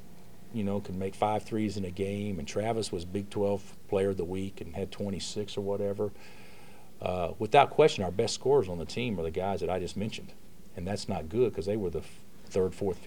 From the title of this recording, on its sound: Press Conferences & Post-Game Interviews